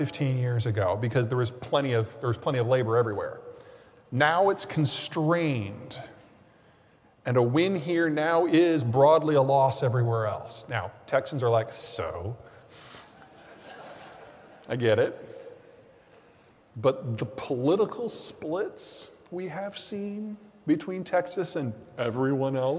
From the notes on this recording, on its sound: Keynote Presentation. Presented Sept. 8, 2022.